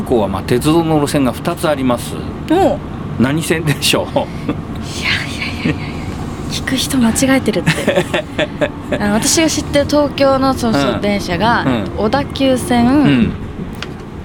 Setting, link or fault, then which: setting, outdoors